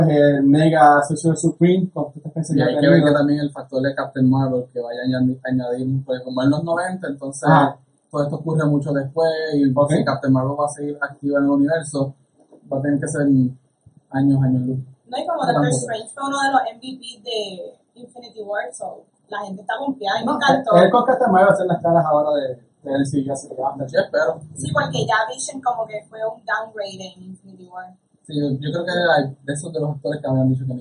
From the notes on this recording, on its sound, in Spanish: Pedimos disculpas por la calidad del sonido. Desafortunadamente tuvimos problemas técnicos con el mismo mientras grabamos el episodio.